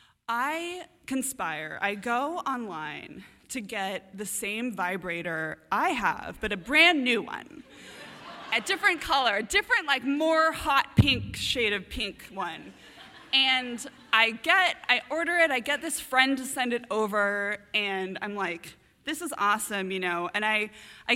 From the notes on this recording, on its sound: A story from the March 2015 All Y'all live storytelling event "Ladies Night,".